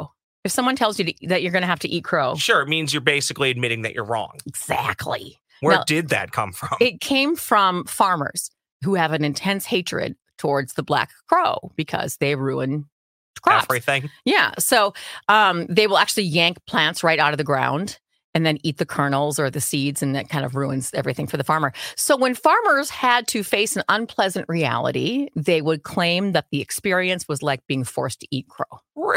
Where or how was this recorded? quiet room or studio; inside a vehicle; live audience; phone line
quiet room or studio